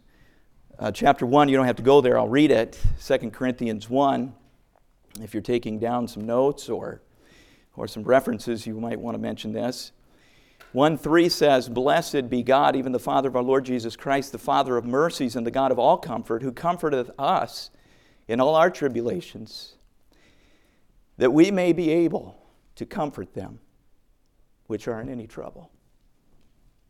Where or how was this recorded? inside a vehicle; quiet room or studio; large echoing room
large echoing room